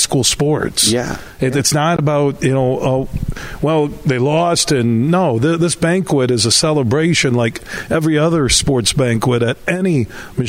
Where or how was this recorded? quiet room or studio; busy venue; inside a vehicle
busy venue